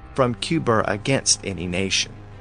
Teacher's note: But when Cuba is immediately followed by a vowel, as when he refers to a missile launched from Cuba against any nation, he sticks an R on the end of the word to bridge the gap between the two vowels